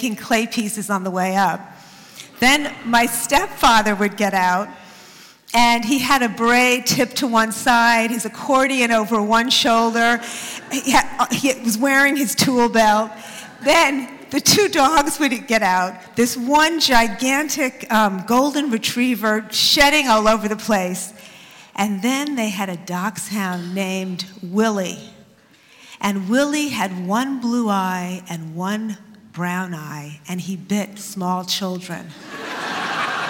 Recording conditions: live audience